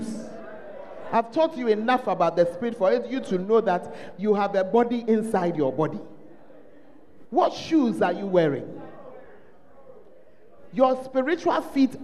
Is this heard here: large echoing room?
yes